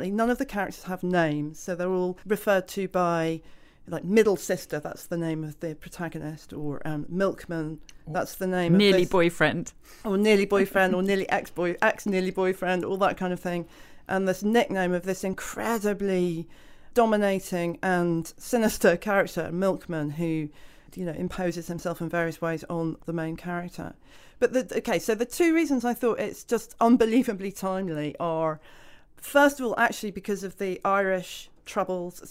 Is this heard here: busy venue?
no